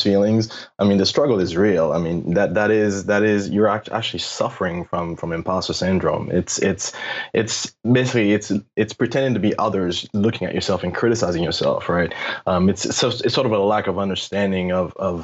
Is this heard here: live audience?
no